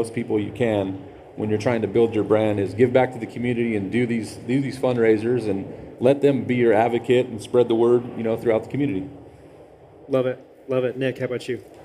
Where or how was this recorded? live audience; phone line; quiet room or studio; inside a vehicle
live audience